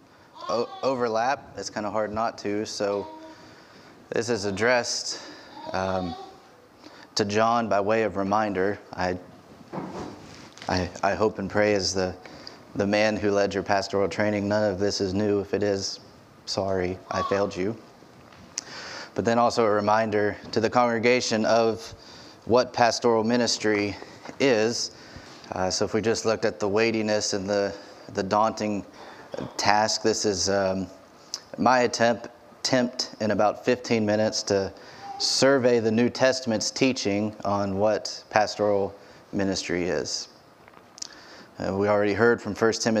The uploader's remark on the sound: This sermon was preached on Sunday, June 05, 2022 from the pulpit of Grace Community Church in Berea, KY.